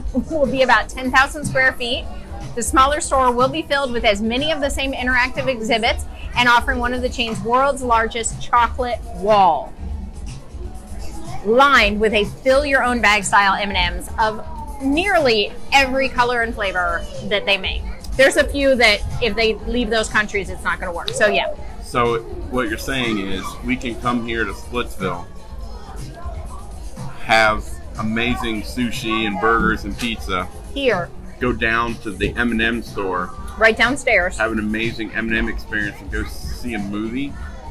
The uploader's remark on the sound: WDW Parkhoppers LIVE coming to you from Splitsville at Disney Springs